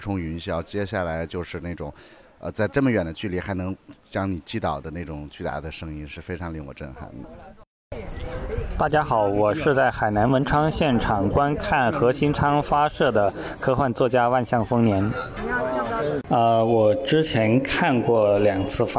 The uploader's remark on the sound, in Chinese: 来自天河核心舱 发射现场的特别节目。中国空间站发射现场实录。